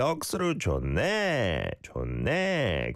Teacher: Go up at the end to sound like a real Busanite.